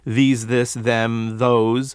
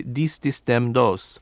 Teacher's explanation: Spanish frequently substitutes a D or a T for these THs. · Shown in: second take · For example, instead of saying these, this, them, those, they're more likely to say dis, dis, dem, dos.